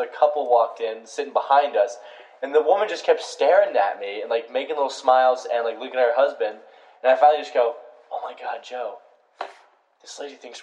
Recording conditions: poor sound quality